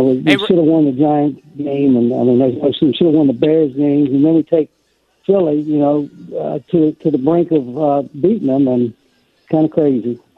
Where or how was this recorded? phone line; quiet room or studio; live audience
phone line